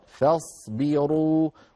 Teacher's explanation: نرقق الفاء ونفخم الصاد، فاصبروا، ولا نقول فاصبروا فا، العرب لا تفخم الفاء أبدا لأنها حرف مستفيل.